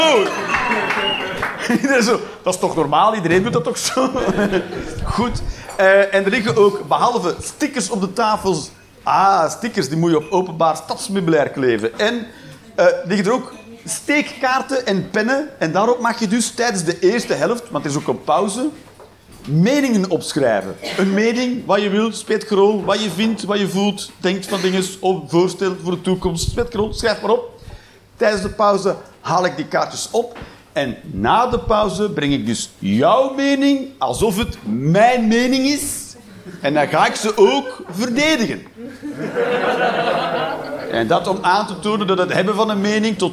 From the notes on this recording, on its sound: Live 11 Juni 2023, Toomler, Amsterdam